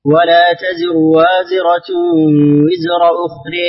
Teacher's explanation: في قوله أخرى فيها إمالة. فيها إمالة لبعام وحمزة والكسائي، والتقليل لورش.